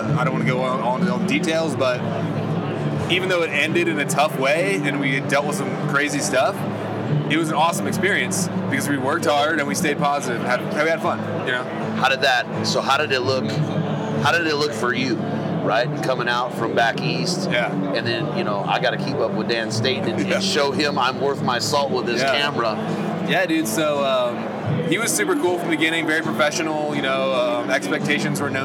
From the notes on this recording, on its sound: Hunt Expo Live From the Initial Ascent Mountain Dude Table. It was so good to be back at the Western Hunting and Conservation Expo in Salt Lake, recording live eps.